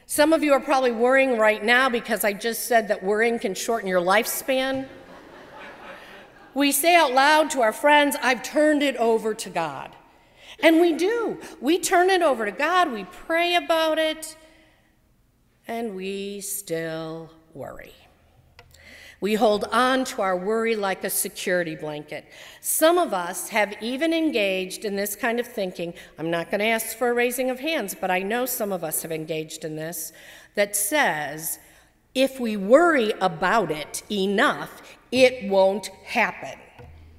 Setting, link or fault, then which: setting, large echoing room